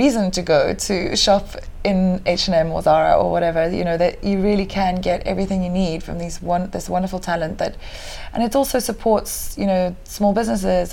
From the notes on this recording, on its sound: Betty’s Bay, a small coastal town just outside of Cape Town on a moody and stormy day (so please enjoy a little wind whistling as background ambiance)